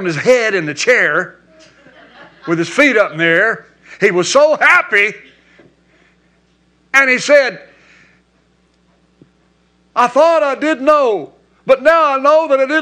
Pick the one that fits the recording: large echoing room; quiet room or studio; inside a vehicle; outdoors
large echoing room